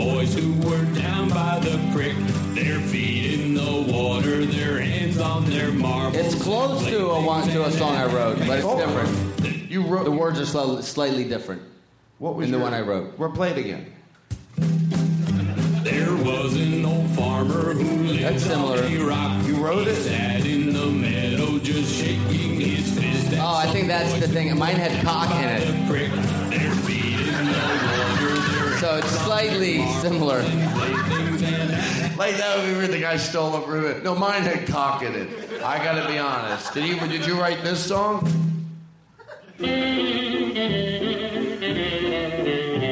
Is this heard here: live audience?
yes